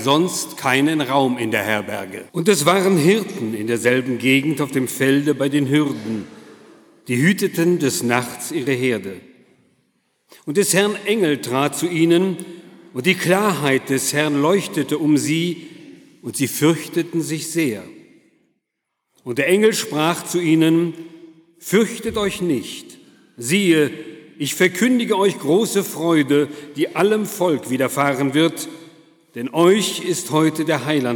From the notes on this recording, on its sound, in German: Predigt gehalten in der Martin-Luther-Kirche in Detmold am Heiligen Abend 2016